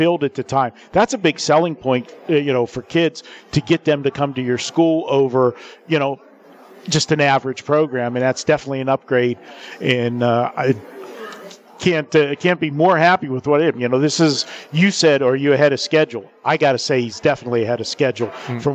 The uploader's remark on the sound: Live from the Super Book at the Westgate Las Vegas